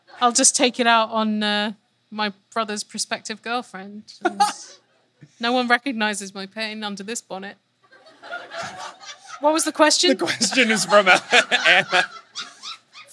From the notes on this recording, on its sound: This time it's live in Vancouver.